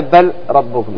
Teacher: بل ربكم، هذا بل ربكم، يعني تضغم في اللام في الراء · Term: إضغام